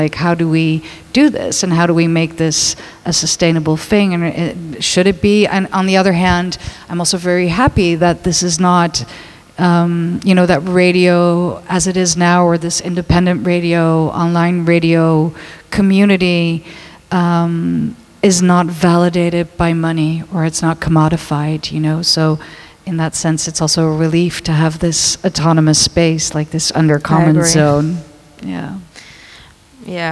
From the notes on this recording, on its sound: Dekmantel Festival 2022 x Echobox. During the Echobox live radio broadcast at Dekmantel Festival 2022.